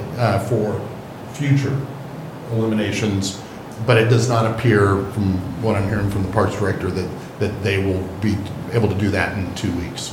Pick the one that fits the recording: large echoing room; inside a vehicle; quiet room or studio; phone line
large echoing room